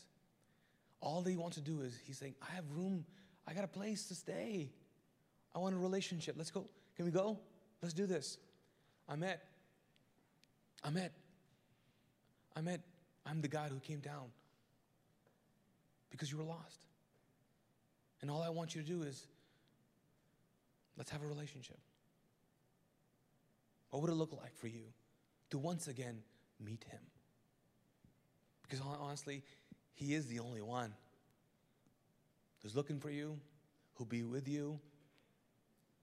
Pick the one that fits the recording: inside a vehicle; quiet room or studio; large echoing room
large echoing room